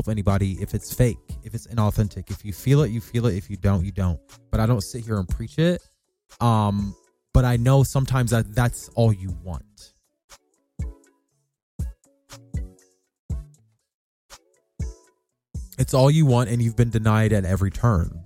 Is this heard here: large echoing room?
no